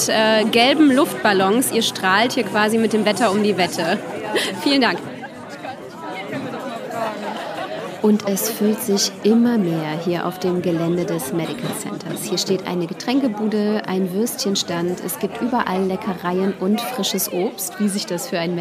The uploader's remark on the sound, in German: Auf dem Sommerfest des Medical Centers. Das HÖRlokal war mit seinem Mikrofon dabei und hat sich umgehört.